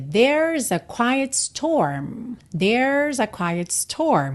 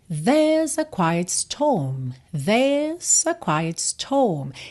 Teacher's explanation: Então, percebe que o meu there, storm, né, essas vogais, o E, o O, elas ficam mais compridinhas e o som fica mais verticalizado · Shown in: second take · Term: inglês britânico